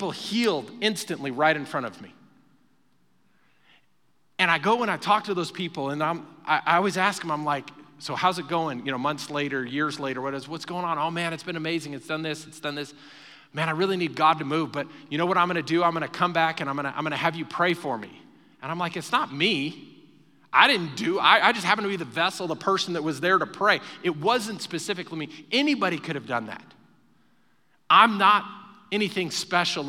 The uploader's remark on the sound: Recorded live during our Wednesday night service